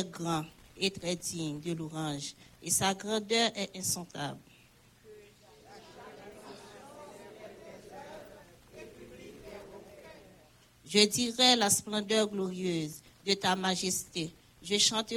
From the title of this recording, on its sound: Sunday Service Live